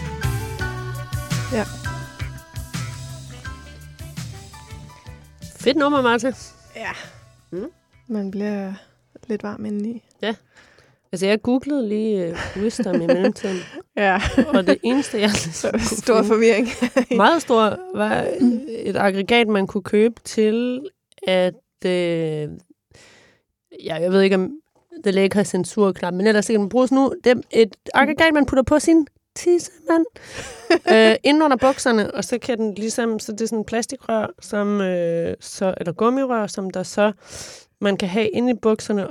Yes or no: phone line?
no